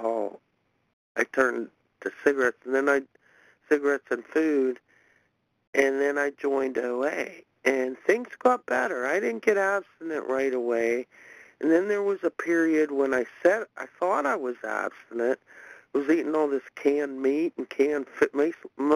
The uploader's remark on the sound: from the 100 Pounders Phone Meeting, 1/5/23